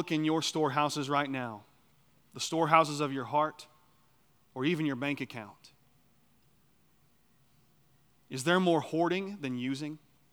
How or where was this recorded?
large echoing room